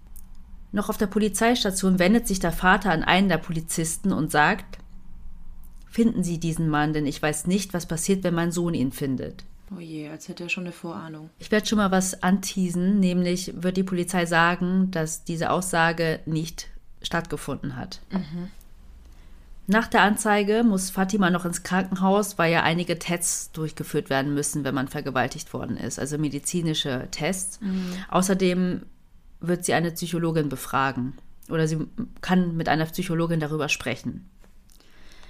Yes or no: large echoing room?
no